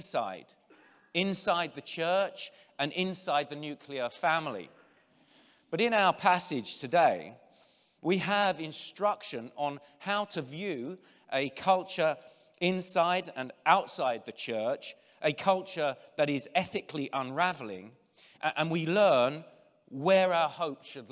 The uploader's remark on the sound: General Session IV from the 2023 Shepherds 360 Conference